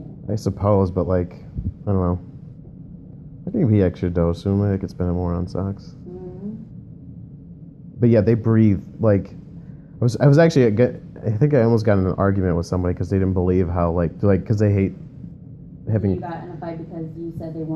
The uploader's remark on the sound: Live At LA Podfest 2014